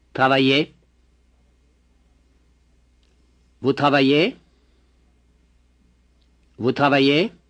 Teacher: Be sure to produce a yé sound at the end of this verb form.